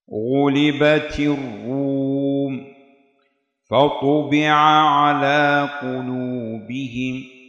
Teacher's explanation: الدرجة الثالثة إذا جاء حرف التفخيم مضموما، غلبت الروم فطبع على قلوبهم، الغين مضمومة والطاء مضمومة فتكون مفخمة